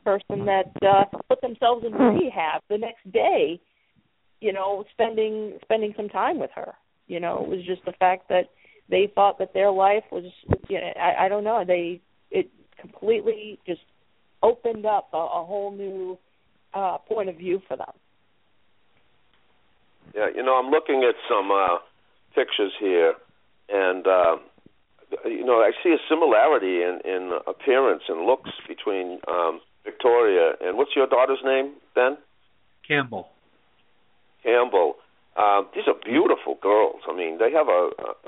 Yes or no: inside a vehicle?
no